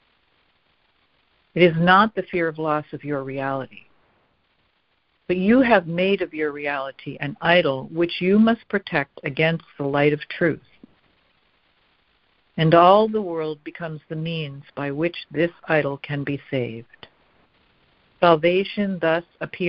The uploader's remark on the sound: ACIM Daily Conference Call